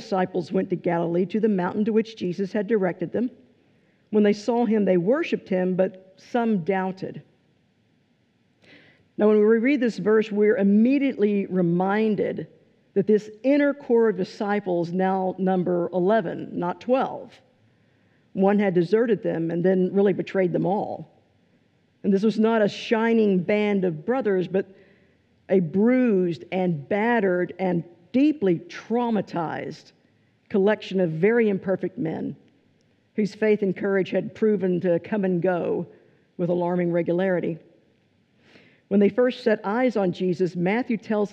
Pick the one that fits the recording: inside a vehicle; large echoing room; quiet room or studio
large echoing room